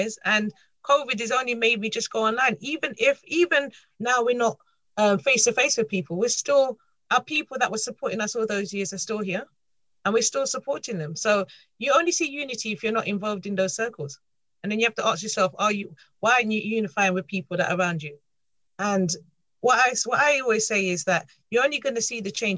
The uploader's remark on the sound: Listen to the audio version of our webinar